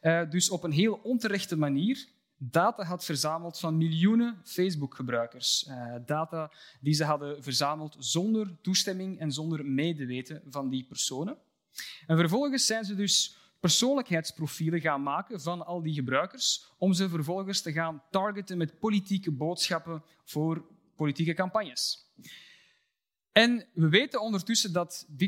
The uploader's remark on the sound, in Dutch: Dit college is opgenomen tijdens het Betweter Festival, georganiseerd door de Universiteit Utrecht.